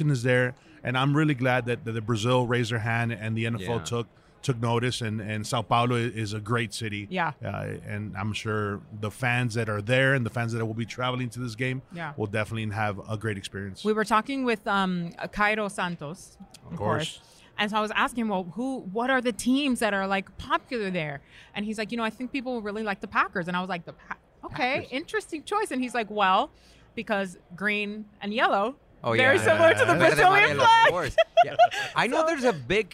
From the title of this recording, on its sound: Live From Radio Row